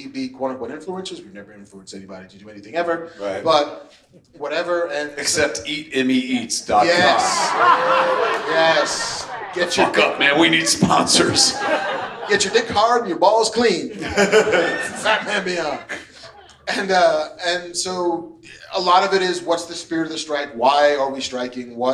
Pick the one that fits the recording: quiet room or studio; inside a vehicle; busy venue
busy venue